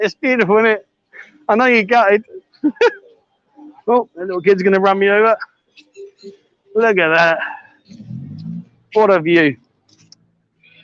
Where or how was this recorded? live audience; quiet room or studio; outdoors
outdoors